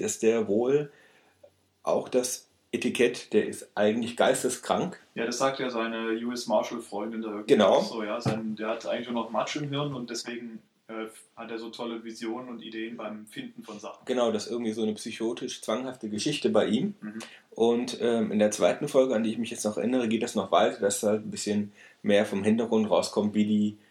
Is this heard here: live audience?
no